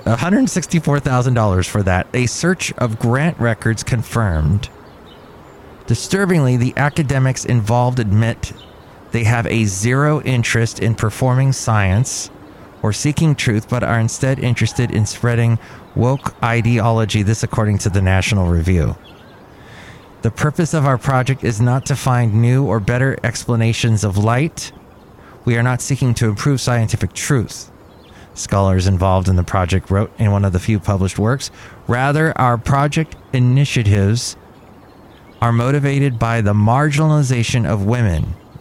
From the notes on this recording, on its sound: live from Cafe Anyway